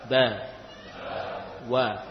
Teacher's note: Sama-sama atau sama dalam makhraj, ba dan wawu. Sama-sama dari bibir.